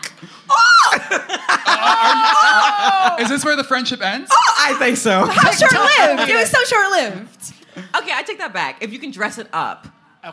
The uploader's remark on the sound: "Virtual Reali-tea" welcomed some fabulous fashionistas from the Bravo universe to join us live in person and on stage in NYC.